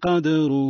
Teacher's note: بيان القلقلة مع تفخيم الراء